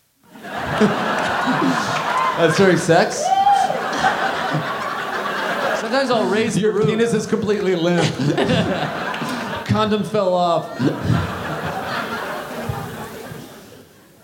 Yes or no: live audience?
yes